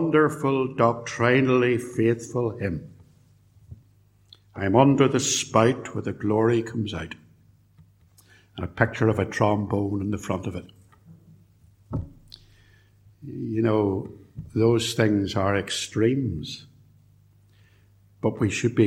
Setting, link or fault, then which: setting, large echoing room